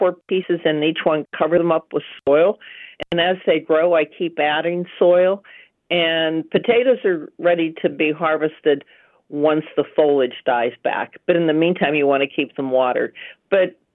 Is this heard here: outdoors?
no